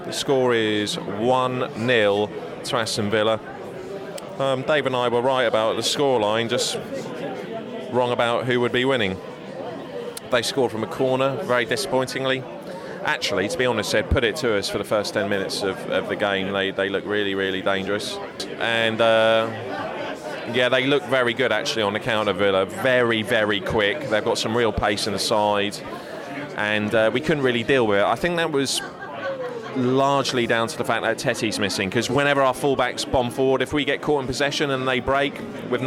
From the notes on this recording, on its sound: Live from the Villa game